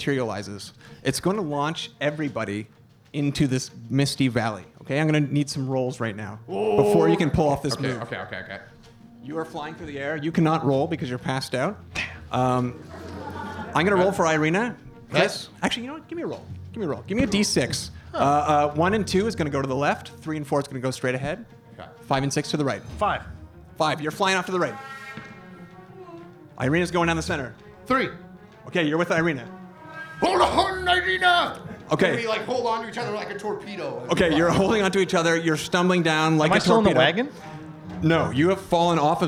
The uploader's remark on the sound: Dwarven Moss recorded a very special “LIVE” episode at Comicon Toronto